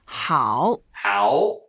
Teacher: And 好, we know it's good, is the third tone, so let's go down first and up.